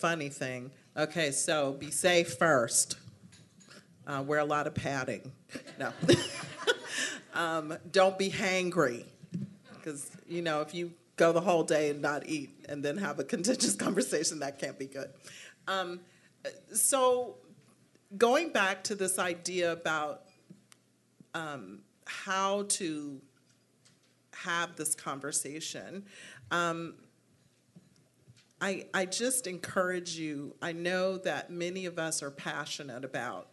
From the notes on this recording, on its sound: Here's the audio of the event.